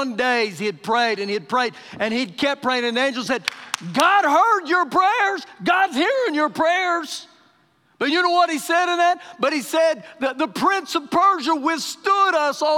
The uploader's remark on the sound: Recorded live during our Wednesday night service